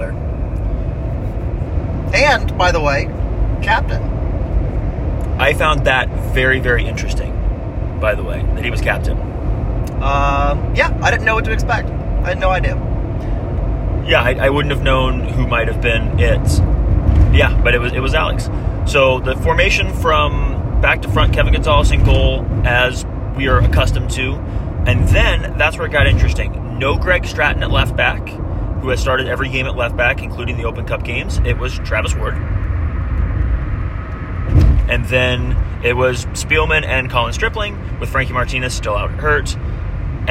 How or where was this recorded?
inside a vehicle